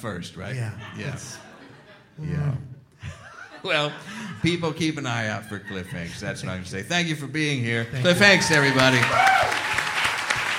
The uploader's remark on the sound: a fantastic live show direct from the 14th Annual SF Sketchfest